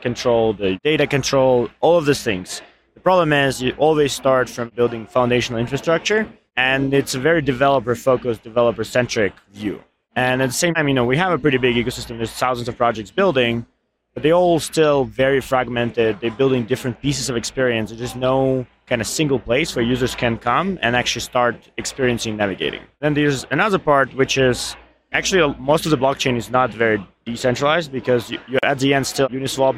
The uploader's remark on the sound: Live from ETHDenver 2023. This episode features the Edge of NFT live from ETHDenver 2023 . From our final guest whose interview got cut short due to technical issues.